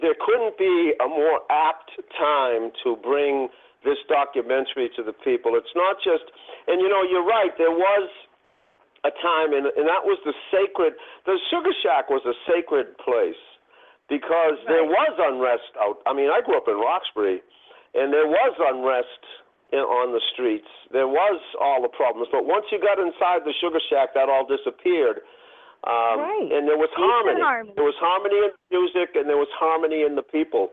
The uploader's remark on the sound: surprise guests are expected to call